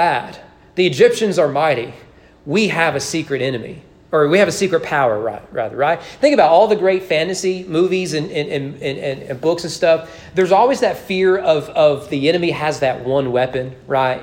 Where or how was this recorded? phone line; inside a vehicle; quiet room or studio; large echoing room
large echoing room